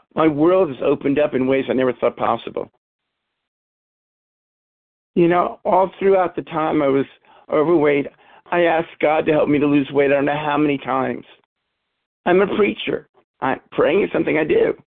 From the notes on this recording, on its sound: from the 100 Pounders Phone Meeting, 10/7/23.